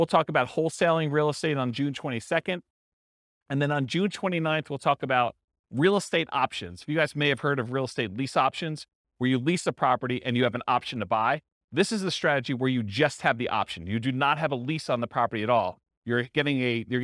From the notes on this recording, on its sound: This was a live class recorded